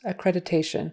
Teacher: that T in the middle um, might be said with more of a D sound.